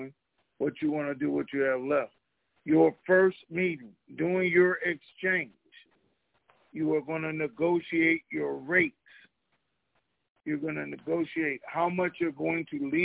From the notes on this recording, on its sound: TNTSuperfantastic Conference Call